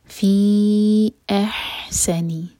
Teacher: Next word حمزہ سے شروع ہو رہا ہے. فی احسنی، حمزہ لائٹ اور ہا حلق سے، احسنی، سین پر وسل والا ساؤنڈ سیٹی کی آواز کے ساتھ.